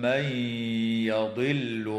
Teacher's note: وتدغم النون الساكنة في الياء مع الغنة في قوله تعالى من يضل